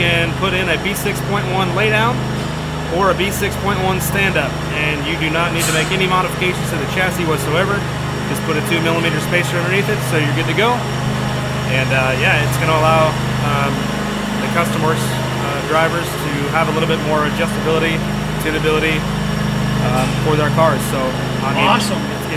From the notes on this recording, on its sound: There is alot of background noise sorry this was after a race and they were tearing up track.